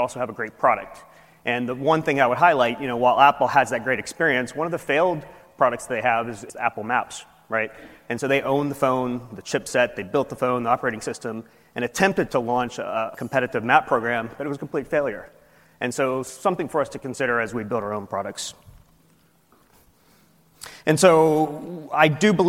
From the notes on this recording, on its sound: Industry keynote recorded at the 8th annual Partnership Opportunities in Drug Delivery (PODD) conference.